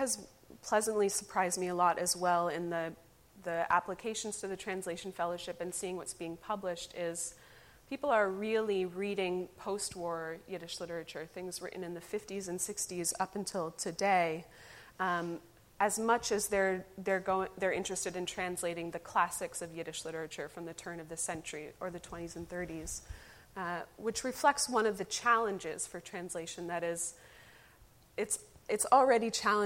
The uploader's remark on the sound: Recorded live at the Yiddish Book Center's Community Open House in October 2019. Yiddish Book Center Amherst, Massachusetts.